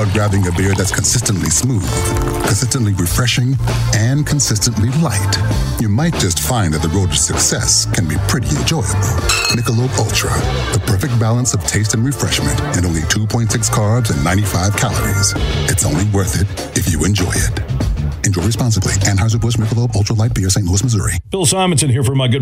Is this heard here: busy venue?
yes